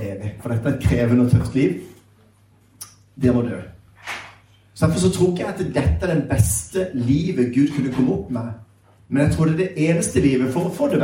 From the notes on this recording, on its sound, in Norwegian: Skolen har også en kristen profil. Var invitert for å spille inn en episode av Pastoren og Psykologen med eleven som publikum. Publikum er unge mennesker.